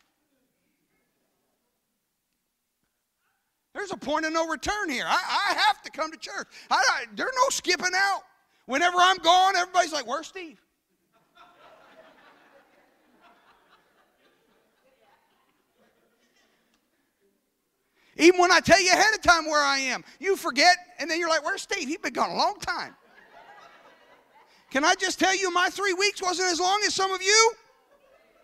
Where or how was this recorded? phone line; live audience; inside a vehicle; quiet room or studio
live audience